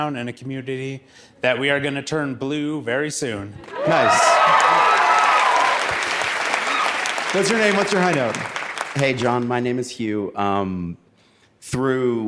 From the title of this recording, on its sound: Live from Boulder!